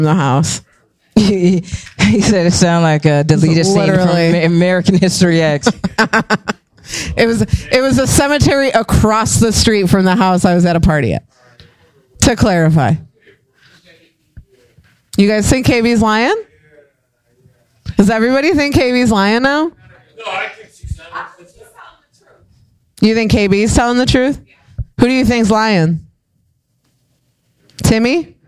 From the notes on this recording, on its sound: Live at the Drunken Donut with a live studio audience.